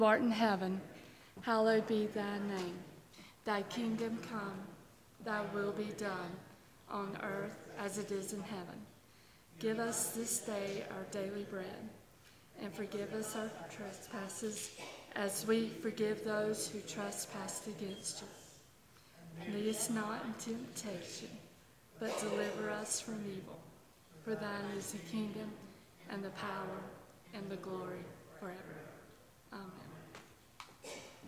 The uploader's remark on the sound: Audio recording from this morning&#8217;s in-person worship service. Here is our audio recording from this morning’s in-person worship service.